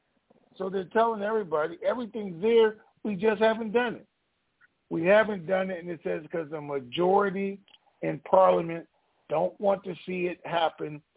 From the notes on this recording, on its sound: TNTSuperfantastic Conference Call